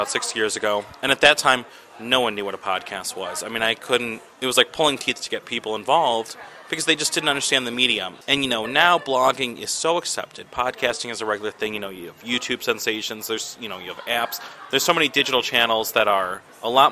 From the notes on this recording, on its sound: In an interview recorded at Tribute in the South Loop for the organization’s CBNTRIBUTEPARTY event this past week.